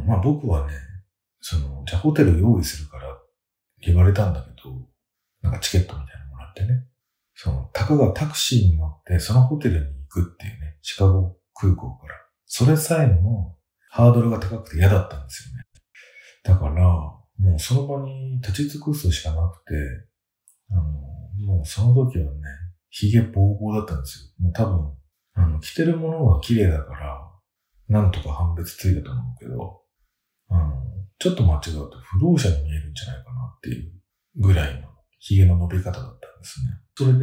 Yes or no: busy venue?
no